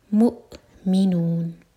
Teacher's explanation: حمزہ پر cut off sound, لیکن قلقلہ کا sound نہیں آنا چاہیے. مؤمنون، مؤ اگر کیا تو یہ قلقلہ ہو جائے گا.